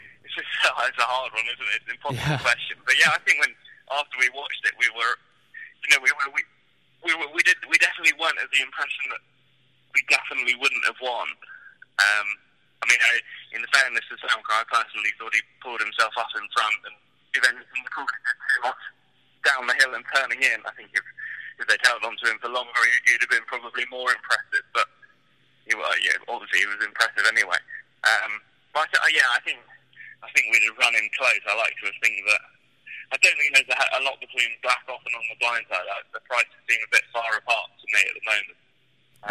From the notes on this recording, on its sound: call in from Taunton and Barbados respectively